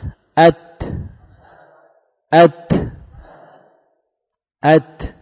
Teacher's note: Tarful lisan min jihati dhahr, dari arah punggung ya. Dengan pangkal gigi seri atas. · Term: huruf ta